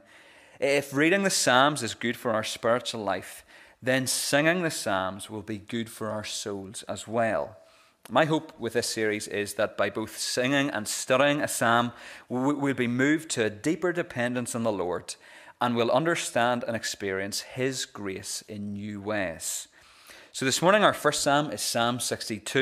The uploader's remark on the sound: This is the recording of the Bible reading and sermon from our morning service on Sunday 16th April 2022.